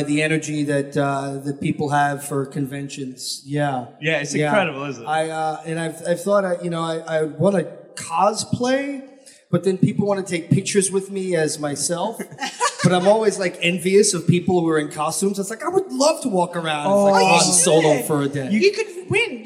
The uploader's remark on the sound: at Brussels Comiccon (Feb 2020)